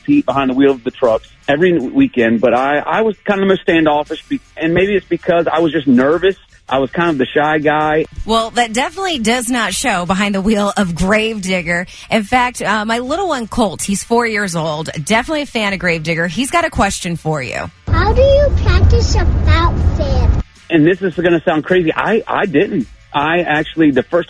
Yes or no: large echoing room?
no